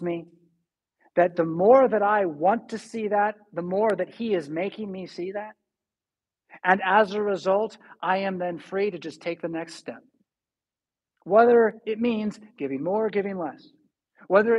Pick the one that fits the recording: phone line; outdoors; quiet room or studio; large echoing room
large echoing room